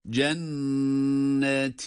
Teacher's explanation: Cenne derken tutuyoruz ama ti derken yine bir elif miktarından fazla uzatmıyoruz